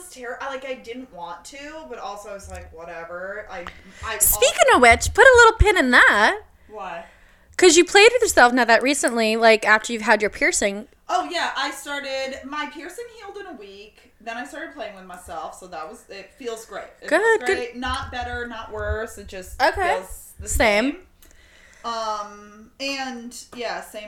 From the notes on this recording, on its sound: Guys our microphones will get better.